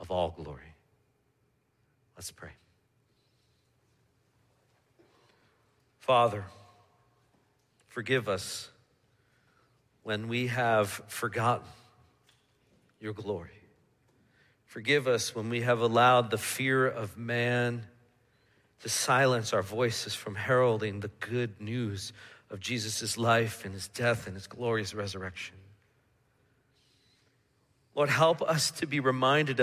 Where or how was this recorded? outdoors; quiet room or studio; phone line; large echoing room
large echoing room